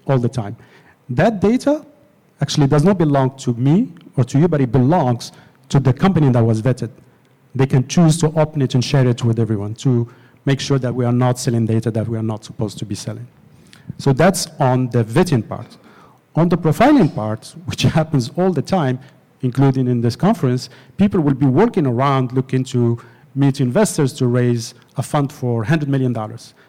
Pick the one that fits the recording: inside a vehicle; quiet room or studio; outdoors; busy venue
busy venue